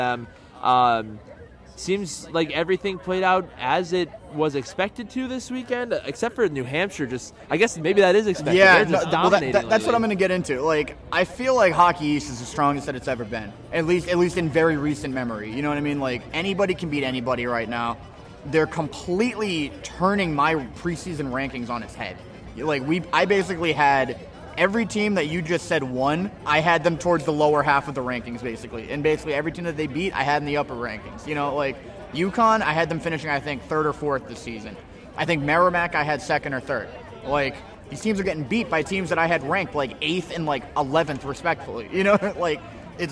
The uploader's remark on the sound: LIVE from the Homecoming tailgate!